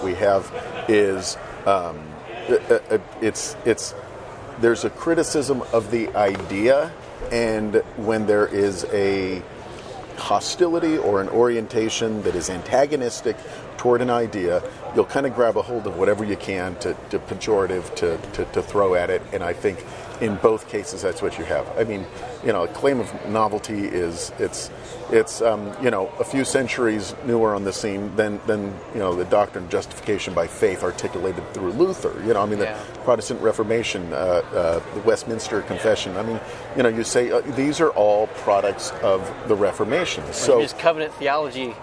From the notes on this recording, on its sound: join us live at the IFCA Convention